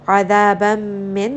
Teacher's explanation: Adaban min, this is going to be idgham. Merge this noon sound within that meme and give it proper ghunna, so do bring it up into the nose.